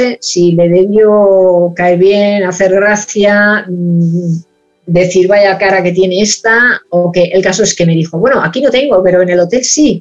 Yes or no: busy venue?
no